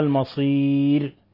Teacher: ليس هنا حكم تجويدي إلا في قوله تعالى المصير، المصير يعني حالة الوقف على الراء بالسكون، ففيها ثلاثة العارض، وفيها أيضا ترقيق الراء لأنه سبقها ياء